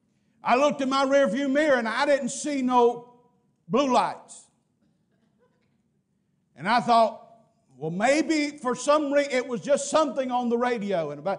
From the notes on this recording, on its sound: Preached at Parkview Baptist, Waco Tx.